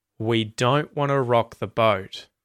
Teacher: when we say the phrase don't want to, all of those T's kind of disappear. So, you won't hear just hard T's in there. · Term: connected speech